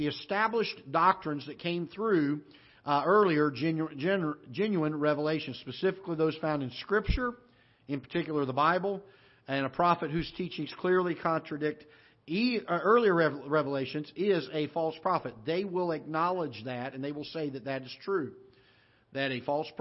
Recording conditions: large echoing room